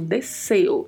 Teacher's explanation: o S entre duas vogais no espanhol não tem som de Z